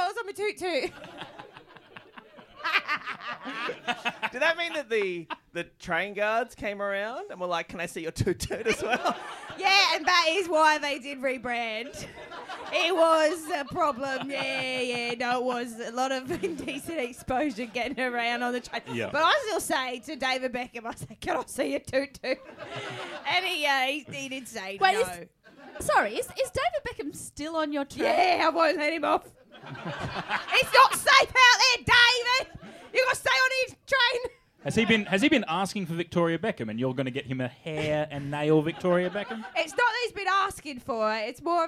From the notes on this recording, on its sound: Recorded LIVE in front of a sold out crowd at the Melbourne International Comedy Festival 2021.